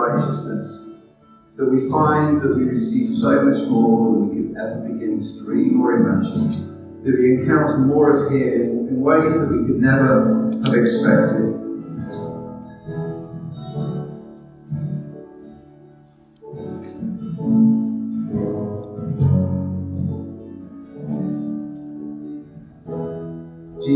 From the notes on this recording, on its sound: We had some issues recording this message and so the audio unfortunately has some distortion.